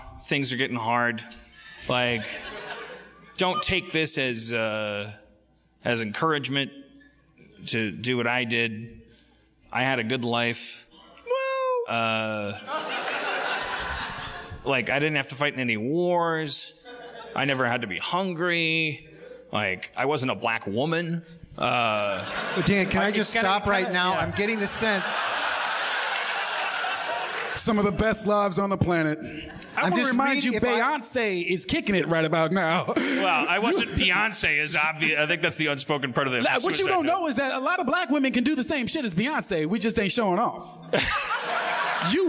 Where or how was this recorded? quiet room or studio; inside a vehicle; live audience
live audience